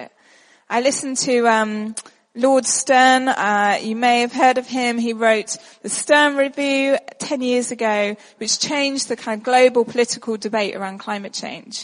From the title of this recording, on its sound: at our shared lunch